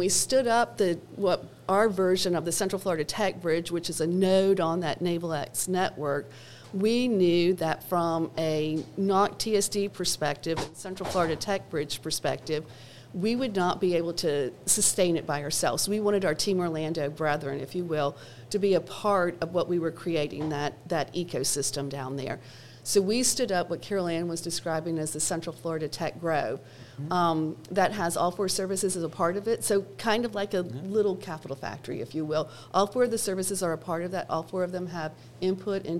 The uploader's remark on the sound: We recorded this episode back in August of 2023 at Capital Factory's Fed Supernova